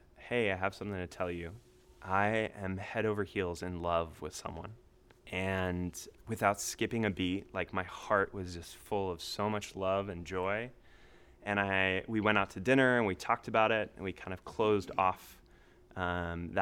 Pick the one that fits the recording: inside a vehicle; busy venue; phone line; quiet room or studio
busy venue